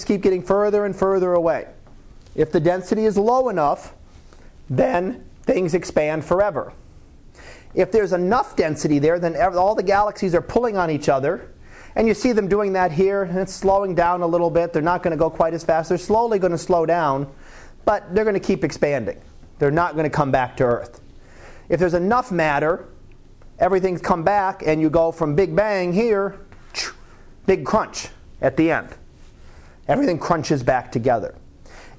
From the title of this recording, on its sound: Live Class Lecture